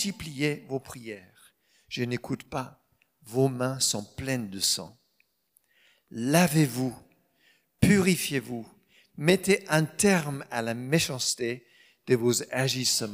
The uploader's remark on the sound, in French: Enregistré à l'église CVV, le 31/07/2022